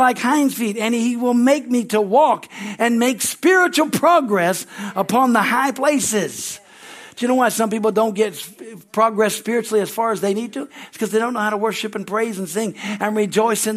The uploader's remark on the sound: is from the Sunday service on December 17, 2023 at Harvest Bible Church in Stockton, California.